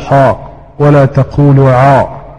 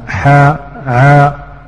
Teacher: الفتح المتوسط، وهو ما بين يعني التفخيم وما بين الإمالة الصغرى · Shown in: second take